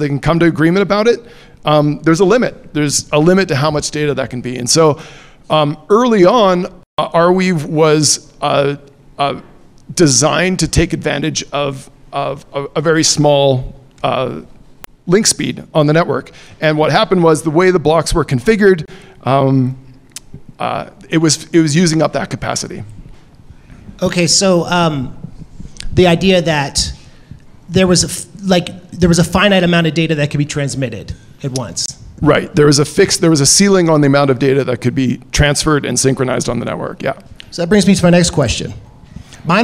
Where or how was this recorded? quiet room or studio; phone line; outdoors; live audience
live audience